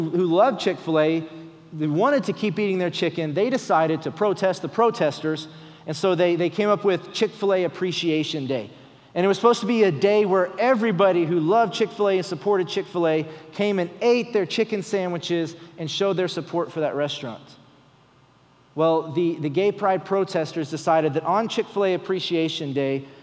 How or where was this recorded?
large echoing room